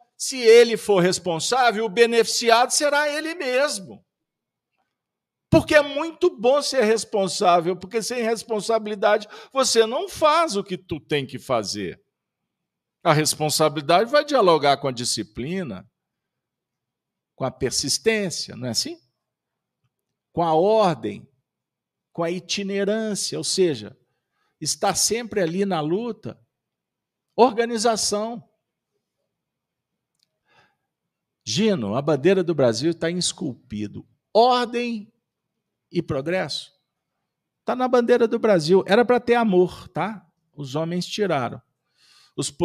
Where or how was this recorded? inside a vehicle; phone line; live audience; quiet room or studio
live audience